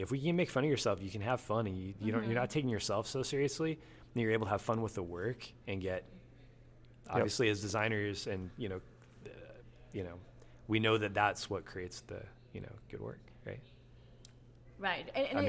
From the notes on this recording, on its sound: Live Interviews from PHX Design Week 2017